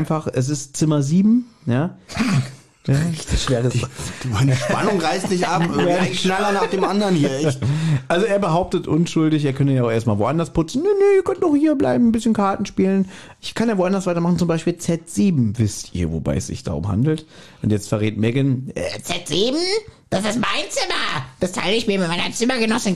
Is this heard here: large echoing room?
no